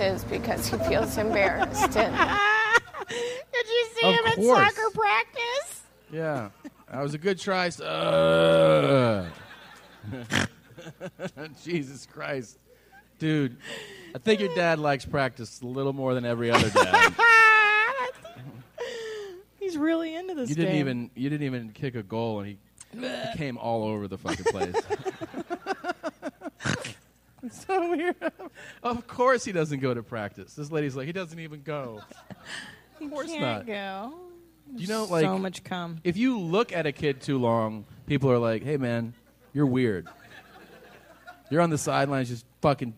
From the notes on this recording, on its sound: Live From San Francisco. It's LIVE from Man Fran Disco (San Francisco)!